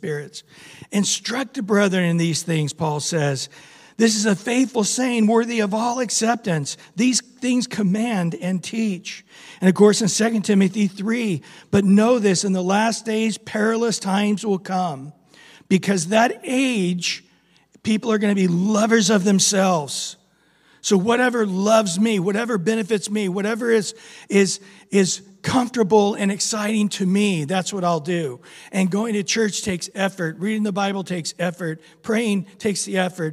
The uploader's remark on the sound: Recorded at Calvary Chapel of Los Alamitos